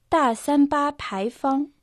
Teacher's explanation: «Та» произносится в четвертом тоне.